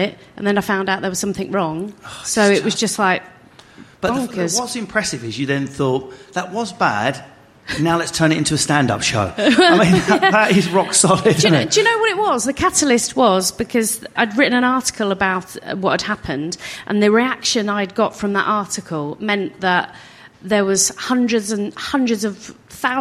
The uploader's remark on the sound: In front of a live studio audience at Carat in Manchester.